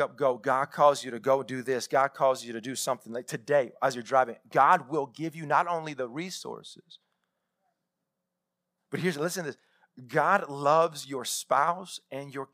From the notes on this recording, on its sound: Live sermon recorded 21-Feb-2021.